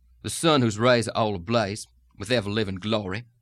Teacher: There tend to be also a lot less pitch variety in that plantation sort of region than there would be pitch variety and intonation going on in the general South. · Term: plantation sound